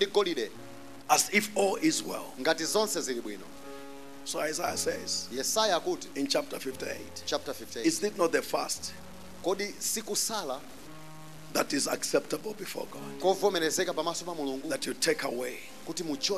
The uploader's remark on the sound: Preached at the Encounter Service at Word Alive Blantyre City Church on 12th March 2023